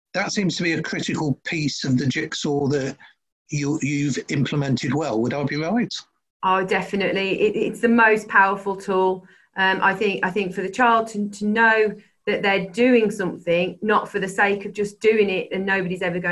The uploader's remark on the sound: This is a recording of a 20-minute webinar.